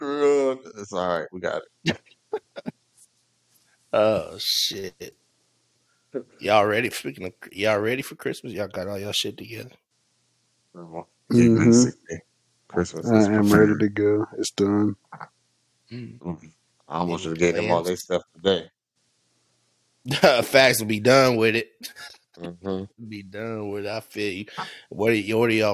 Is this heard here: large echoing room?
no